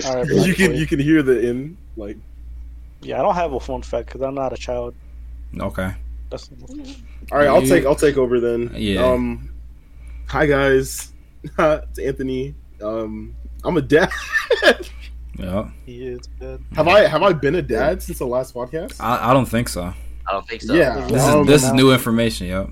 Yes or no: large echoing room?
no